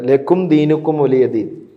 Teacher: ലക്കും എന്നതിലും ദീനുക്കും എന്നതിലും വന്നിട്ടുള്ള സുക്കൂനുള്ള മീമിൻ്റെ ഉച്ചാരണം വെളിവായാണ് ഉച്ചരിക്കേണ്ടത്